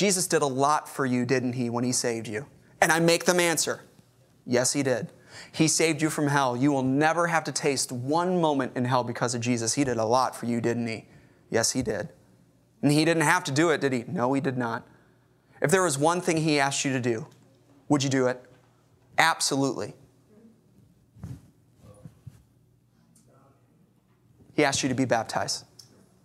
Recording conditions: large echoing room